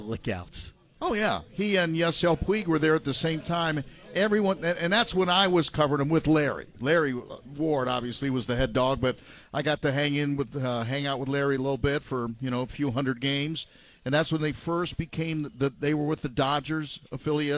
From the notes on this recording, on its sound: The live remote broadcast at Wimpie's.